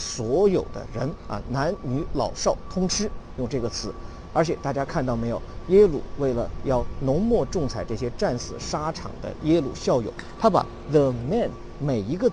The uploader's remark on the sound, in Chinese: 在耶鲁大学校园现场录制的视频课程